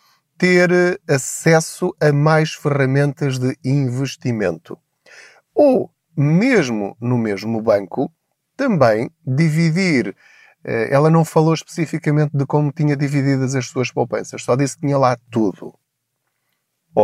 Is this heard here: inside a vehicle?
yes